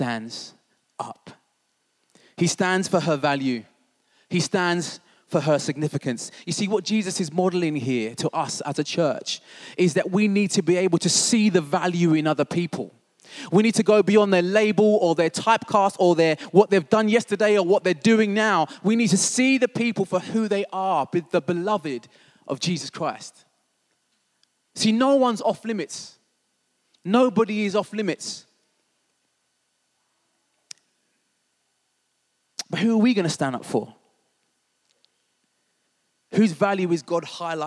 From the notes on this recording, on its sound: This was recorded at Skylark Church.